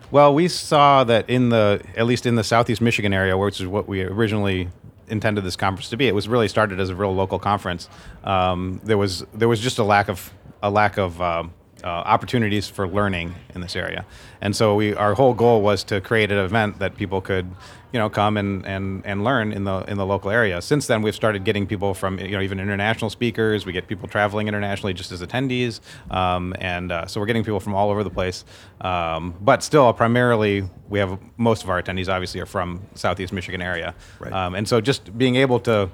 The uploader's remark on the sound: Badass Ideas – Talks from the Agile and Beyond Speaker’s Lounge. We decided to record some cool conversations and thoughts from my colleagues.